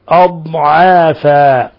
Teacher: الضاد لابد من إظهار الاستطالة فيها